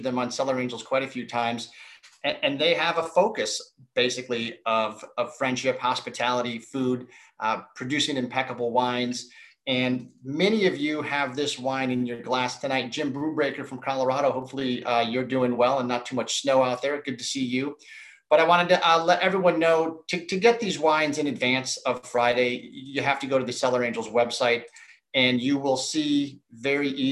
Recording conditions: video call